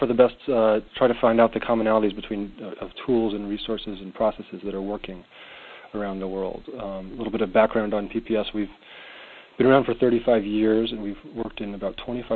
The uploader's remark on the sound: Call recorded on February 10, 2011.